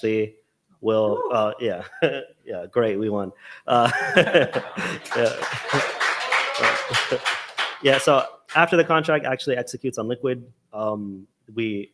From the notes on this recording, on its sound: Bitcoin++ hackathon live from Bitcoin Commons in Austin, Texas.